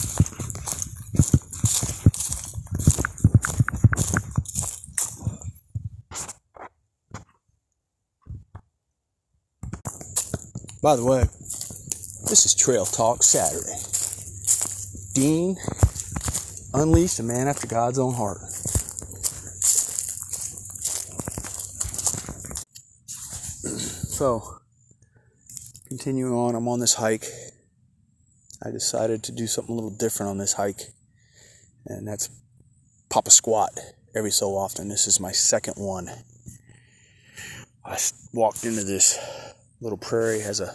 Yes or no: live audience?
no